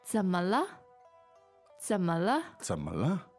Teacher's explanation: Third and two neutral tones. · Term: Third and two neutrals